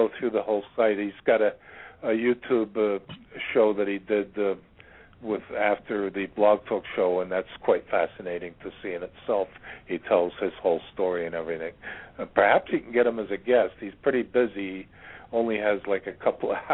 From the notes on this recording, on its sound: Take random callers who will share their "story".